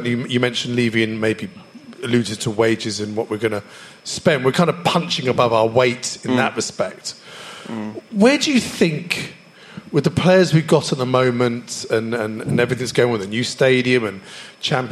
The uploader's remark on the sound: On tonight's Christmas show live from Dingwalls Camden. Recorded that night in the presence of 200 members of our Spurs Show family.